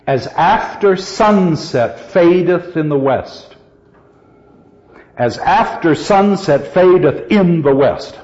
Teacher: The first line of the second quatrain only has four accents. · Term: four-accent line